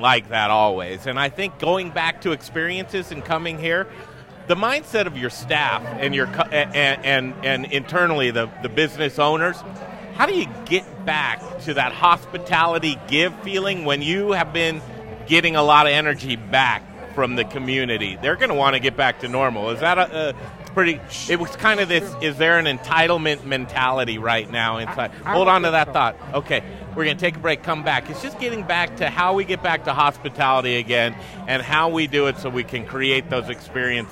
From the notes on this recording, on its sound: Close you can hear the crack of the bat! Live at Blake St. Tavern for opening day! Close to Coors field you can hear the crack of the bat!